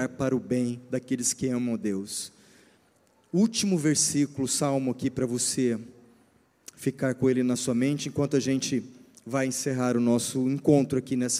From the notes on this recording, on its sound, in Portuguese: Culto ao vivo 19FEV24